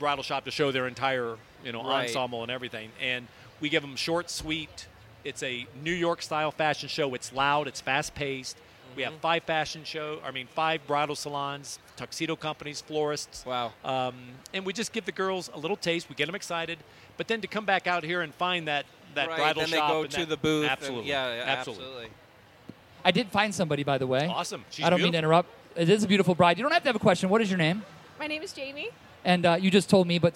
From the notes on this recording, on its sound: Live Recording from day 1 of the Today's Bride show. Taking questions from attendees.